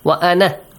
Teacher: We should skip word, the letter Alif. Yeah, we will join the noon to the next letter. Or we don't stretch it. · Term: skip the Alif